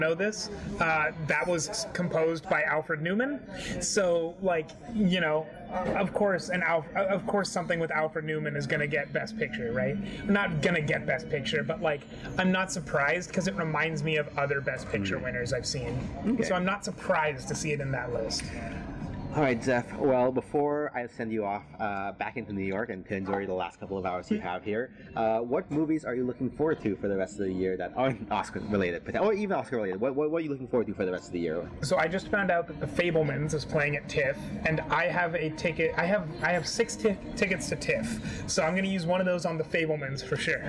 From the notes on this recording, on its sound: LIVE FROM NEW YORK CITY. Coming at you from a diner in midtown Manhattan (so pardon the sound quality).